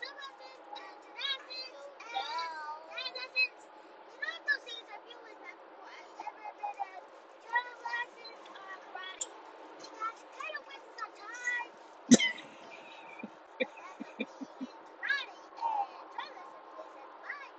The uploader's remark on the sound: this episode was recorded in the car on our way to drum lessons, which means it is staring some special little guests